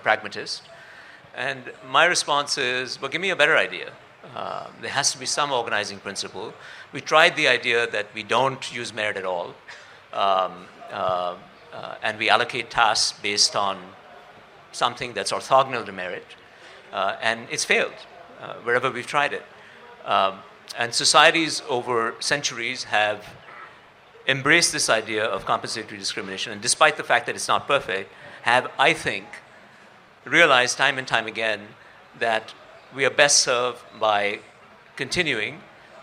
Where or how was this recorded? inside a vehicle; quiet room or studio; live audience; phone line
live audience